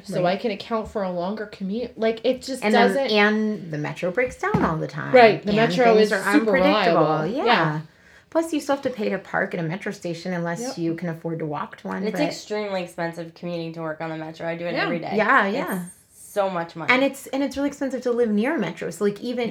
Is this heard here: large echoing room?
no